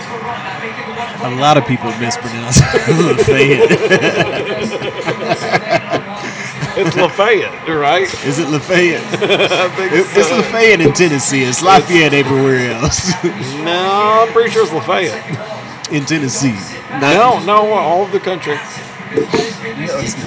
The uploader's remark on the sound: Live at No Quarter. Glad that NES fixed the power for all of East Nashville before we recorded.